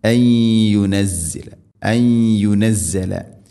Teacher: സുക്കൂനുള്ള നൂനിന് ശേഷം യാ, നൂനിനെ യാഇലേക്ക് കൂട്ടി ലയിപ്പിച്ച് മണിച്ചുകൊണ്ട് ഉച്ചരിക്കണം. ഇദ്ഗാം ബിഗുന്ന, അൻ യുനസ്സല, അൻ യുനസ്സല.